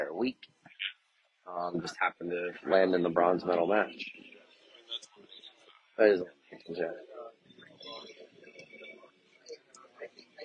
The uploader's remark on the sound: (Live Feed). This previously recorded live feed with commentary of the Bronze medal match. Sorry about the poor video and audio quality as it was a FB live feed.